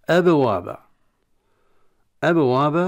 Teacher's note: لولا القلقلة في الباء لا يسمع للباء صوتا عند السكون